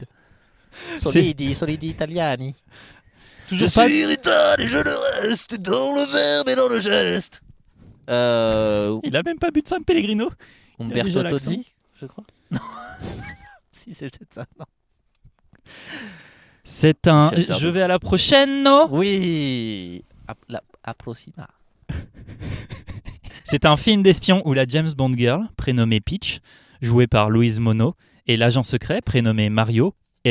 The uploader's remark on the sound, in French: L’autre jour on est allé au ciné voir les 45 premières minutes de Super Mario Bros et on a enregistré sur le parking dans la Clio.